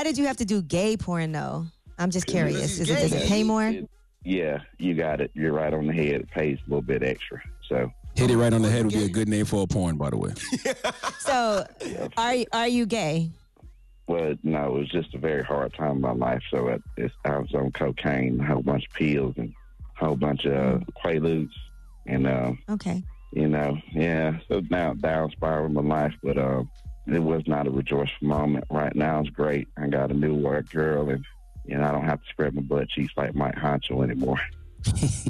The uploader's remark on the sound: call in to the show